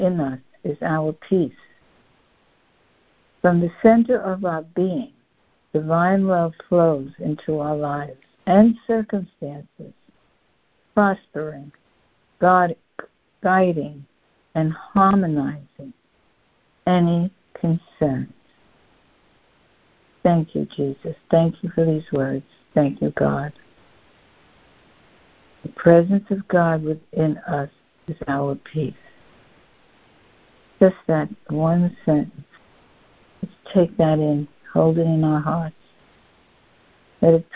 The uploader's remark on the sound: Students are joining together on a Free Conference Call to study A Course of Love [ACOL].